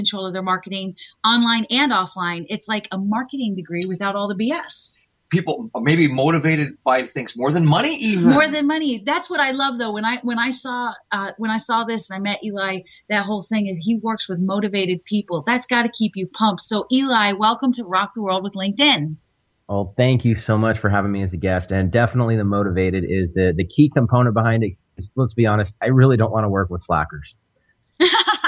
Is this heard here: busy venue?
no